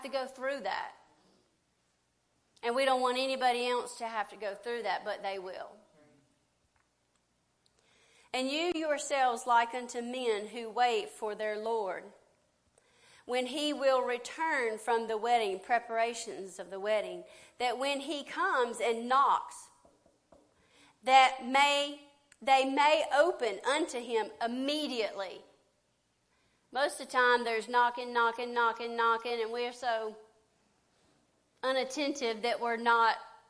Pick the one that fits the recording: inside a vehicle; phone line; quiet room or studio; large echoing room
large echoing room